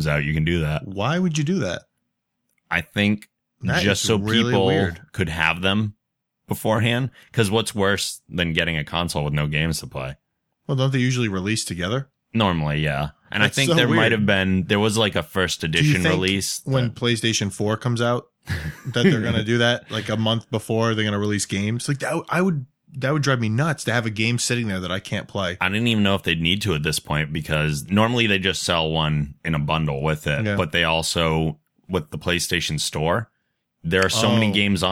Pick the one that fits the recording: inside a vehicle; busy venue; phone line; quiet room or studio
quiet room or studio